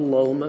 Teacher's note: فكل القراء فخم اللام من كلمة الله وكلمة اللهم إذا سبقت بفتح أو ضم